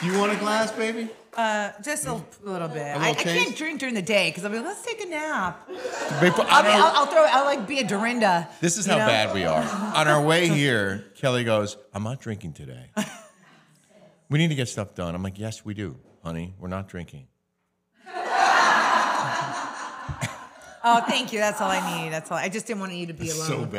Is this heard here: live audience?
yes